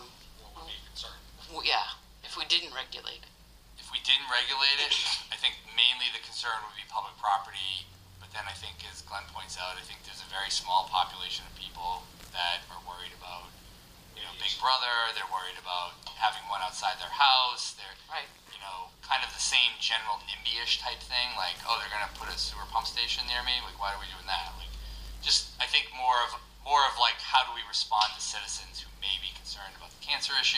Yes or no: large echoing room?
yes